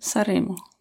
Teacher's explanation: Da ist schon ein N, aber dieses N ist nur angedeutet. Es ist halt nicht dieses Deutsche, was dann so klingt, als wären es 2 Wörter und dann noch eine Pause dazwischen.